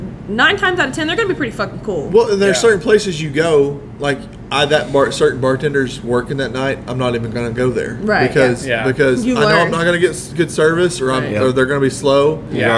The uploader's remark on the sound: This week we are LIVE from Gusano's Pizza